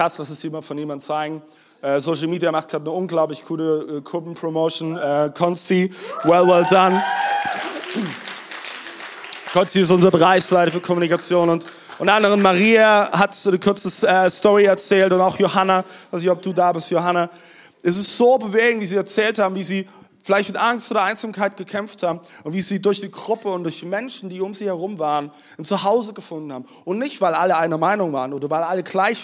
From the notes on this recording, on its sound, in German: Audiomitschnitt der Predigt vom 16.04.23.